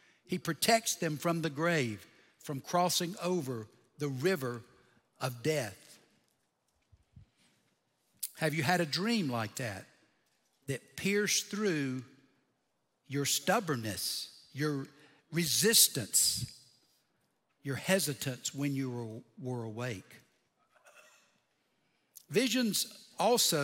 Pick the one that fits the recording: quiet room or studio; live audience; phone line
live audience